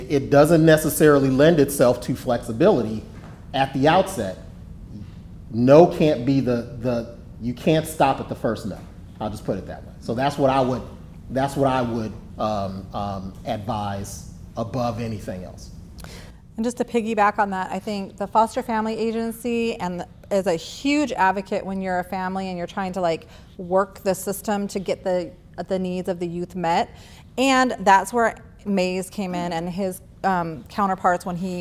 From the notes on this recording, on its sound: In this episode, we showcase a panel discussion following the premiere of "Jetro's Journey,".